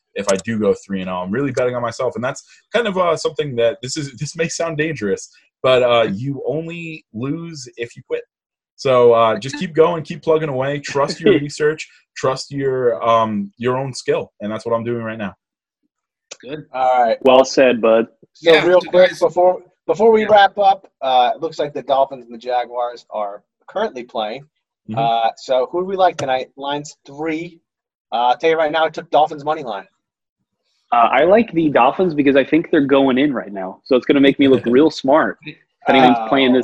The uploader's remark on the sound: The gang is back together (remotely on Zoom).